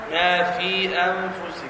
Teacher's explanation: ما في مد، نحن نقرأ بقصر المد المنفصل.